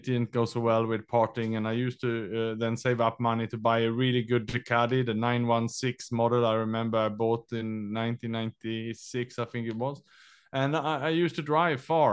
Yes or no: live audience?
no